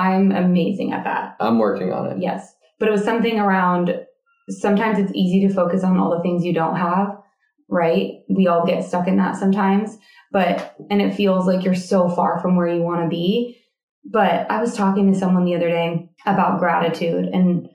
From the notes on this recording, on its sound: Our mic hookup got messed up for this episode! The audio is decent.